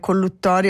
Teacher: la pronuncia va per una doppia L e una doppia T